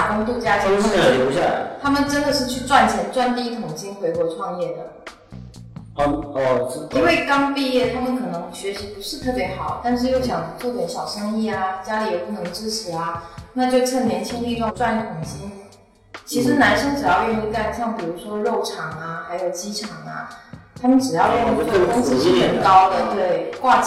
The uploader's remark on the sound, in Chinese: 本期节目，是我借着她短暂回国处理事务的时间，完成的录音。录音环境的回音还是太大了，以后不会用那个房间录音了，抱歉。